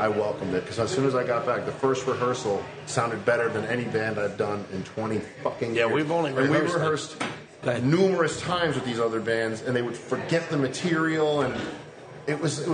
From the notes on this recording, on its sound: Recorded Live from the "Saint Vitus Bar" in Brooklyn.